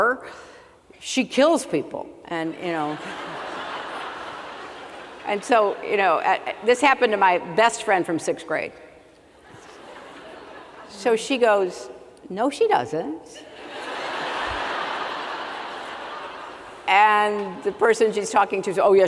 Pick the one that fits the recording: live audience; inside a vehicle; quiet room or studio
live audience